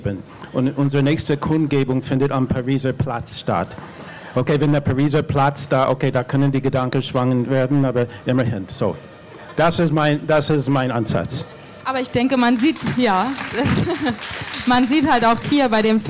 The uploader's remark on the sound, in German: In einer Podiumsdiskussion auf dem veganen Sommerfest Berlin